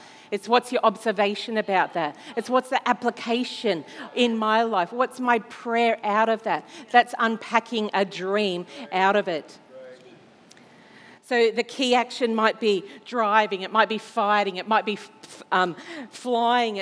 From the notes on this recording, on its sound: This was recorded in our 9am service.